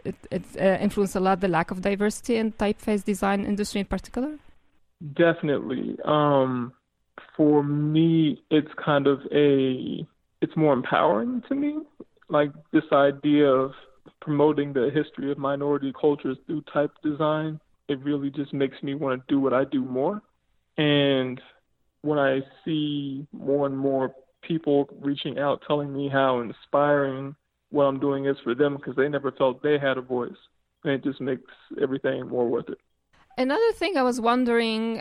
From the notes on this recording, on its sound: on the phone from Washington DC